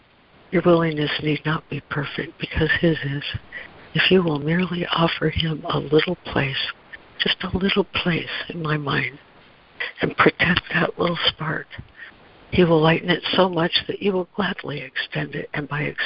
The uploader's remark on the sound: ACIM Daily Conference Call.